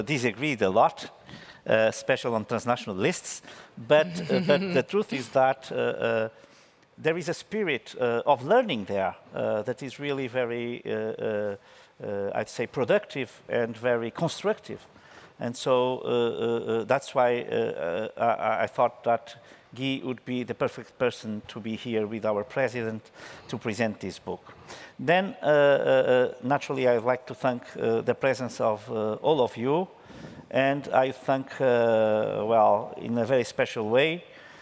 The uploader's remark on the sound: This episode was originally a live event. In the European Parliament in Brussels.